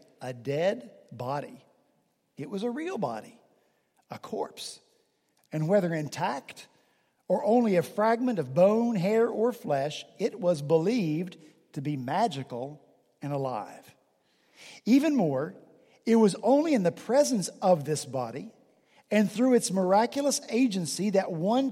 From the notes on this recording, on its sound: At Redeemer Presbyterian Church in Charleston, SC, our senior pastor preached from Deuteronomy 34 in his penultimate sermon.